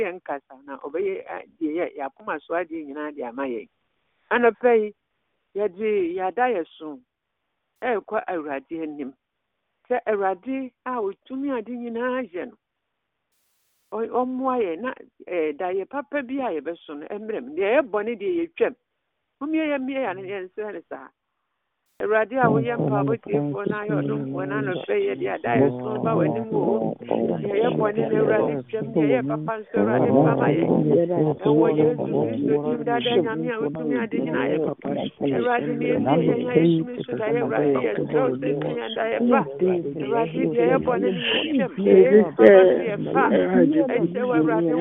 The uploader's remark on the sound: Conference Call